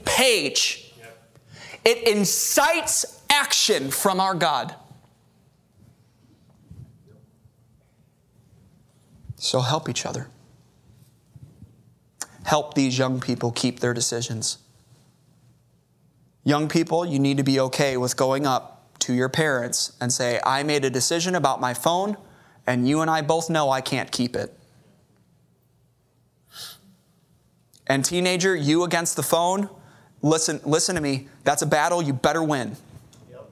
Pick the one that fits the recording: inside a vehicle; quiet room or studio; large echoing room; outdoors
large echoing room